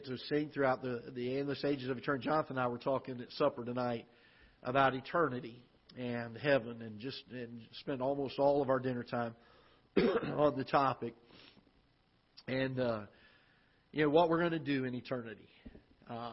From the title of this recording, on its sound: Ketha Heights Baptist Church ~ Live Broadcast